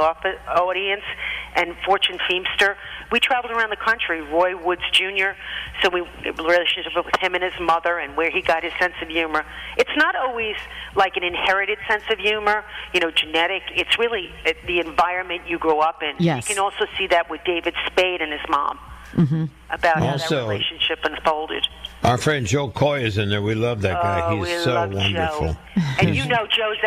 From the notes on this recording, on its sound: checked in on the star phone